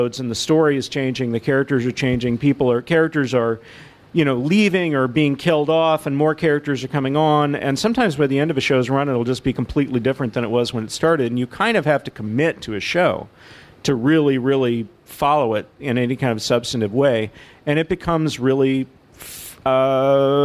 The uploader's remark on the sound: Live at the Strand